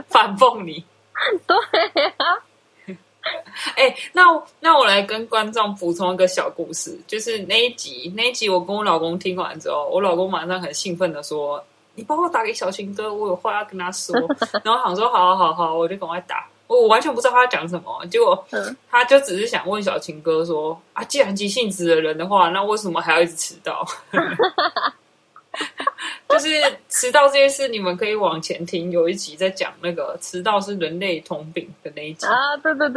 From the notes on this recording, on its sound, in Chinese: 這集我嘗試用新耳機錄音沒想到音質反而比較雜，請大家稍微忍耐一集。